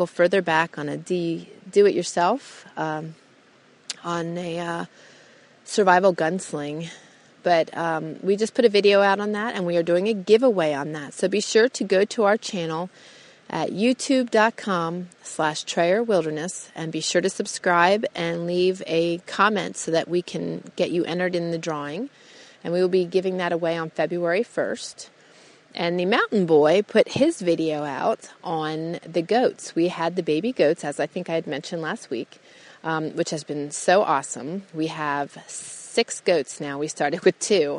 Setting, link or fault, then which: setting, outdoors